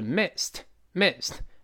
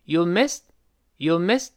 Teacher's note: 最后那个 t 失去爆破了